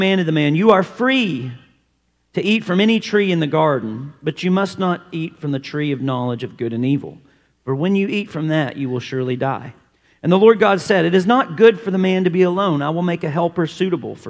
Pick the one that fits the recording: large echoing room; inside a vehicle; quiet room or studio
large echoing room